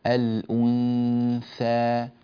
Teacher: يخرج معها همسها ولا يضعف الهمس، لأن الهمس عندما يضعف الثاء تصير قريبة من الذال، تصير الأنثى ذا هكذا الأنثى، لا نريد ذلك، الأنثى.